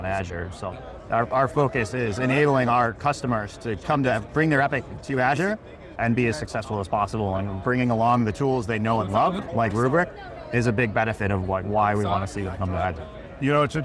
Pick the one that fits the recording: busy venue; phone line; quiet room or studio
busy venue